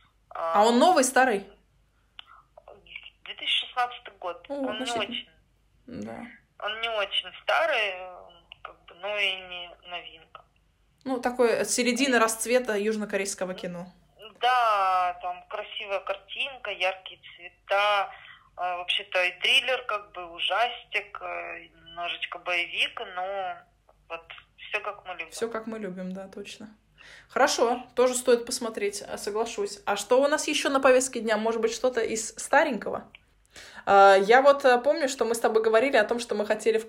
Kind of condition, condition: link, phone line